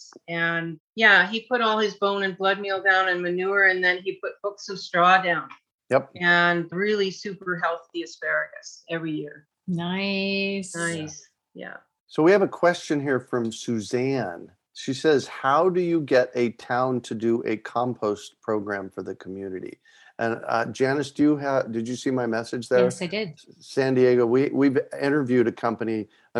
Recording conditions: video call